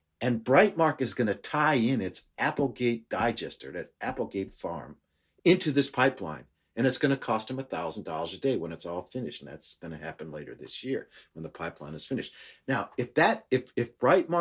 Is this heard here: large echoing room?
no